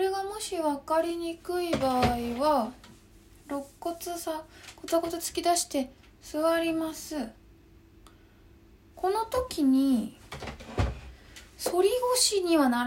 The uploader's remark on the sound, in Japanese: インスタライブの録音をそのままポッドキャストにしています